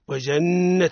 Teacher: النون هنا مشددة مضعفة، يعني إظهار الغنة فيها. إظهار الغنة فيها.